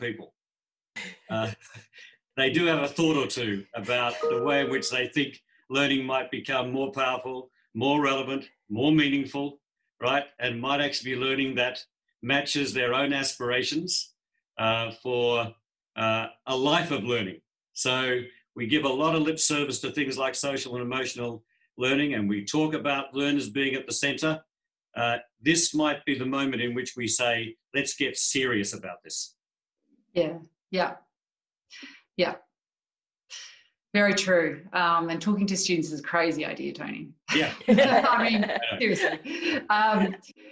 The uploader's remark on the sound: Webinar recording.